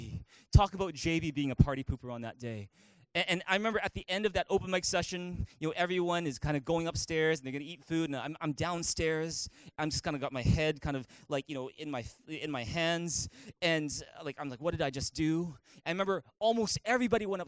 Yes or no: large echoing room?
yes